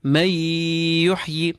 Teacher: We assimilate the noon with the ya and we apply gunna. · Term: idgham bi gunna